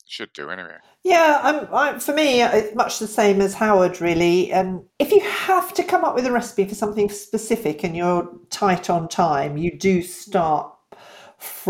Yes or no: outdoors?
no